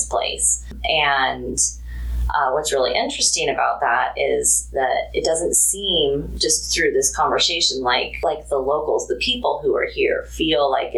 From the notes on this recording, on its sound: Near Overton, Nevada. At the Lost City Museum. Please note the conference room we used at the museum was a touch noisy, forgive us for the background noise.